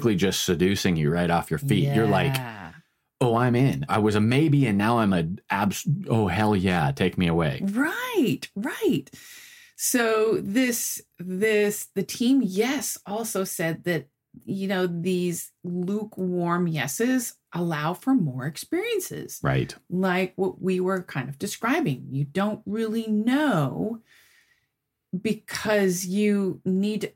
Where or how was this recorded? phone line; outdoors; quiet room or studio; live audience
quiet room or studio